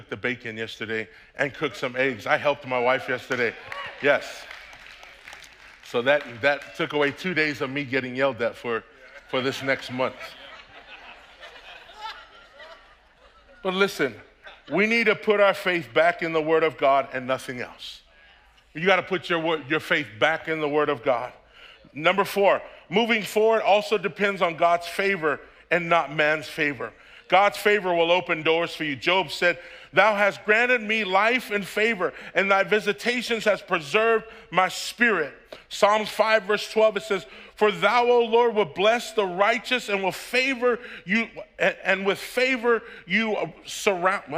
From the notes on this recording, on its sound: preached on December 26th at the 10AM service